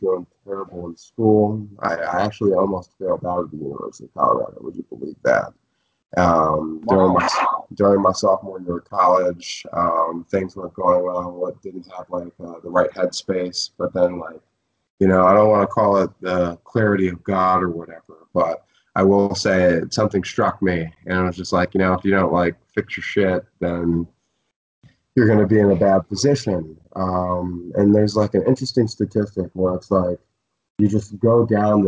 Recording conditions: video call